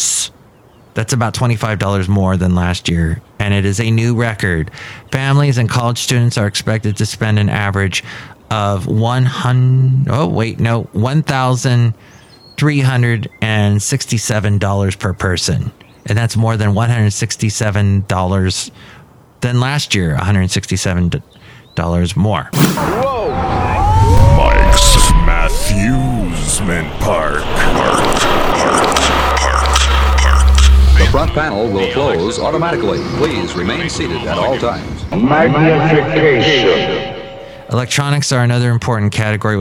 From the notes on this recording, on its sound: podcasts live from Café Anyway